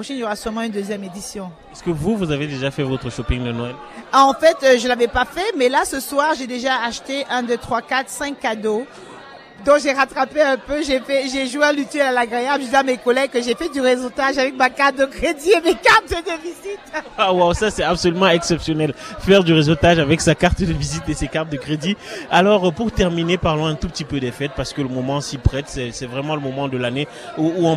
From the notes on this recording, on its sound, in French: Emission spéciale en direct du marché d'hiver du Collège Glendon, 14 décembre 2017